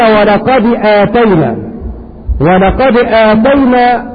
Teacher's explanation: يجعلون القلقلة تميل إلى الكسر عارضا، فيقرؤون ولقد آتينا ولقد آتينا، هذا لحن في القلقلة، لأنهم يجعلون القلقلة تميل إلى الكسر غالبا فيقول يا إبراهيم.